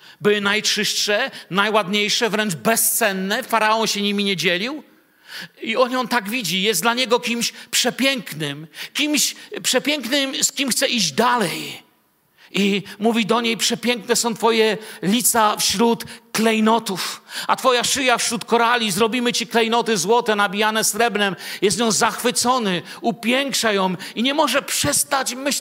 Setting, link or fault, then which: setting, large echoing room